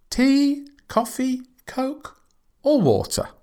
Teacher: When we're offering a choice, we go up.